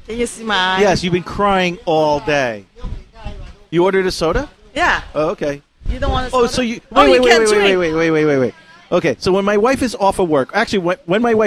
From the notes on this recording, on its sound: BBQ remote show. This episode was recorded from Shantou Lo's BBQ in the Doumen District of Zhuhai.